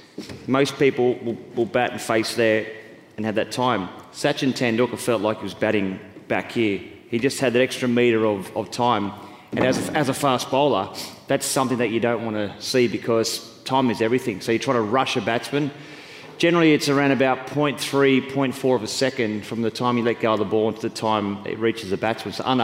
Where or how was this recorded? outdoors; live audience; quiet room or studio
live audience